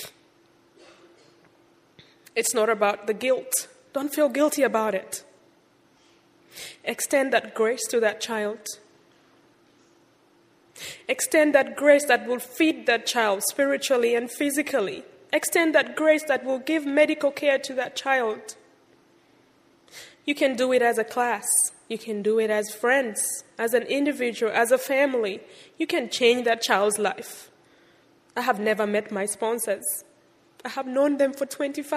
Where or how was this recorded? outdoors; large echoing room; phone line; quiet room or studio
large echoing room